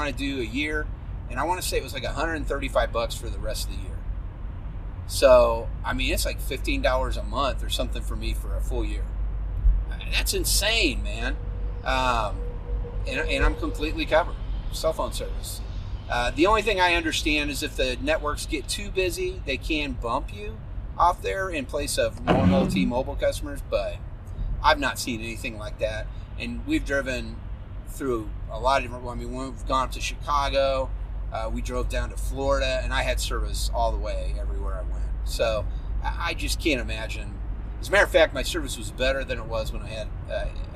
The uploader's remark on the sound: sorry for the sound of my wiper blades scraping across the windshield.